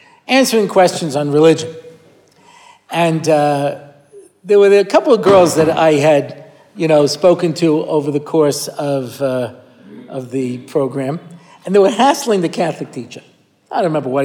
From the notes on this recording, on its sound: recorded at the Motzei Shabbos Har Nof shiur